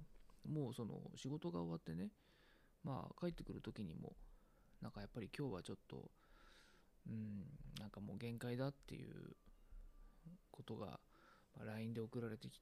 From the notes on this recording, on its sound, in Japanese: こっそり収録しているので、小声です